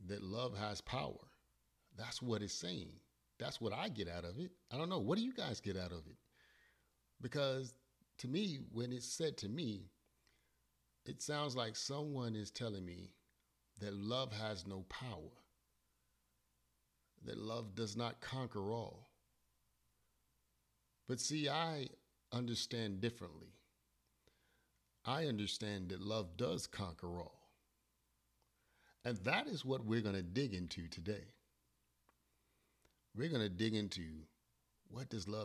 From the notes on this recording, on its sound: Forgive the volume, I had technical difficulties.